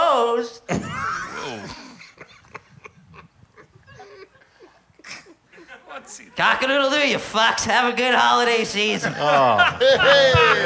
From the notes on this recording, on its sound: Last Ever Live From the Dutch Hall. Tonight is the last show of its kind.